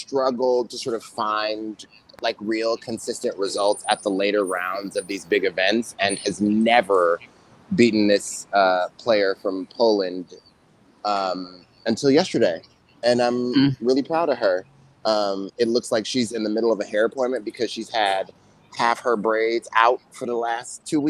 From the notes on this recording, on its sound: There's a WTT classic feel to this episode including the sounds of the streets of NYC and some technical issues.